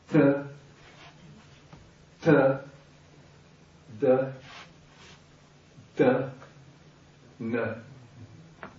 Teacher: What we don't have in English, in American English, are the dentals. So here in the dentals, the tongue goes, is pressed against the teeth